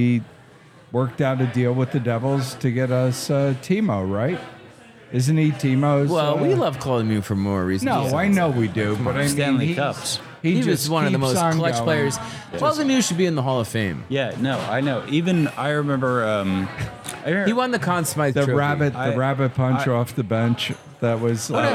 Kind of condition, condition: setting, busy venue